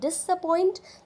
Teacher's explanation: जो हमारा जो स्ट्रेस मार्क है वो लास्ट सिलेबल पर है, यानी कि लास्ट वोवल साउंड पर लगता है